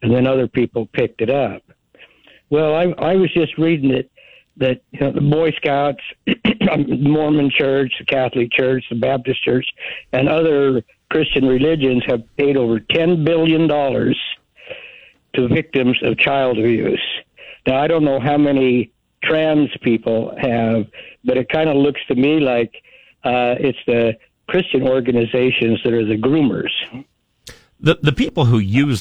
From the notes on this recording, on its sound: Open phones Friday